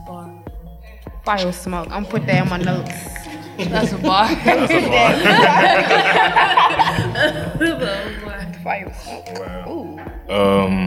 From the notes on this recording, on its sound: Recorded live on April 15, 2023 on site at The Griot Museum of Black History in collaboration with Counterpublic, a civic exhibition that weaves contemporary art into the life of St.